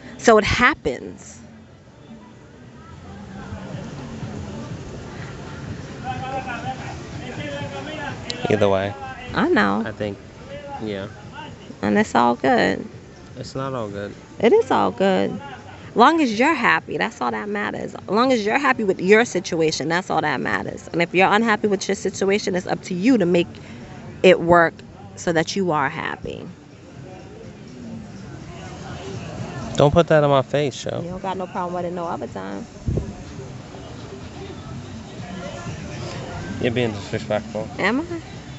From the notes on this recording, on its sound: on location poolside in Punta Cana